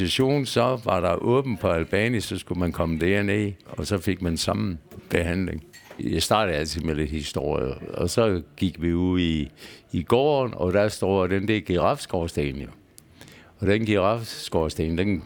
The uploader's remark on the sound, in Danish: Optaget på Bill’s Pub 47, Odense.